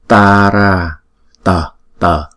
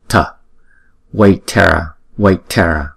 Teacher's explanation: Các bạn thấy khi chúng ta đọc tiếng phạn thì chúng ta phát âm là Tara, tờ, tờ. Chúng ta để cái lưỡi gần cái răng đọc là tờ · Shown in: first take · Tara. Còn khi chúng ta đọc tiếng Anh á, người ngoại quốc người ta đọc chữ T này là tờ, Waitara, Waitara.